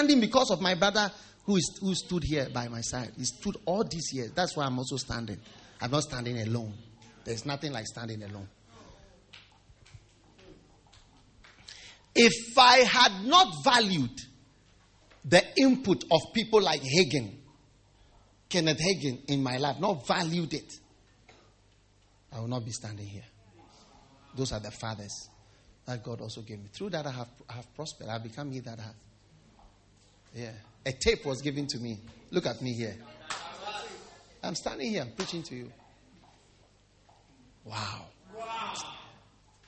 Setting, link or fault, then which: setting, large echoing room